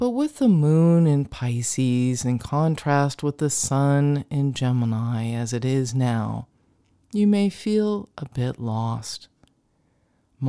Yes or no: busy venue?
no